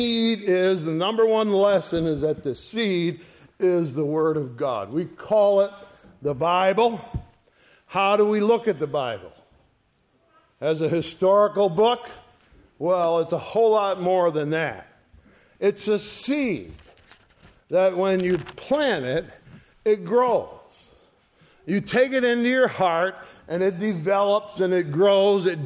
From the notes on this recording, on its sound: Sunday Morning Service recorded on 05/07/2023. ESCBC Sunday Morning Service.